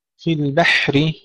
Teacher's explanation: الحاء فيها همس وليس فيها قلقلة